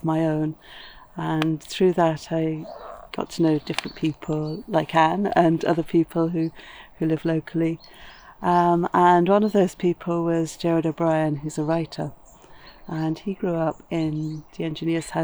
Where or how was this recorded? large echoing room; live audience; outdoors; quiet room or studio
outdoors